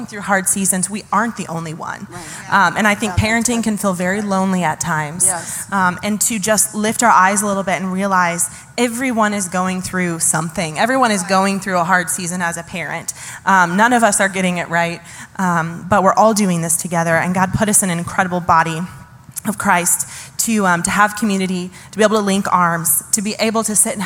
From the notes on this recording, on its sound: Some of our incredible pastors took the stage this Sunday in our Mother’s Day panel